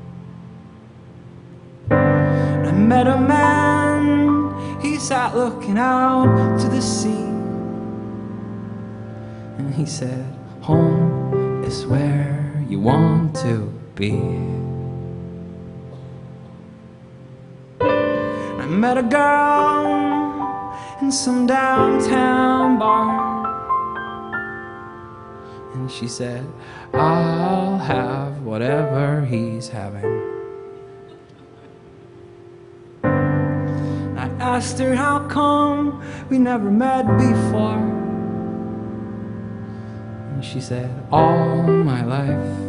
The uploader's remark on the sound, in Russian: выступает на сцене TED2015